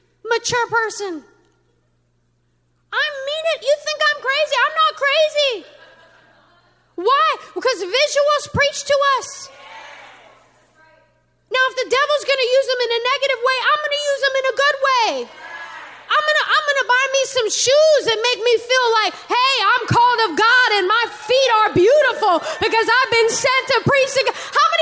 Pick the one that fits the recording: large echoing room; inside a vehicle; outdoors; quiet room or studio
large echoing room